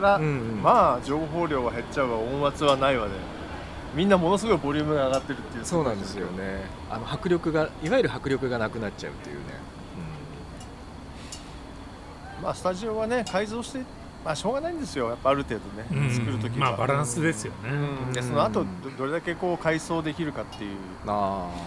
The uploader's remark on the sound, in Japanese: 忘年会を兼ねて12月に某カフェのテラス席で収録した。ワインもかなり進んでいますが。